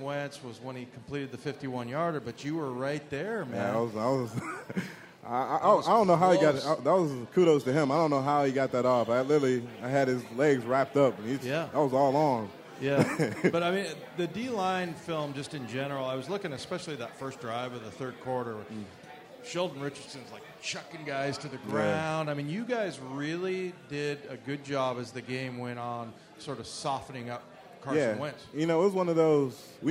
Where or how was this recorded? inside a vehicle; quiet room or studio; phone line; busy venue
busy venue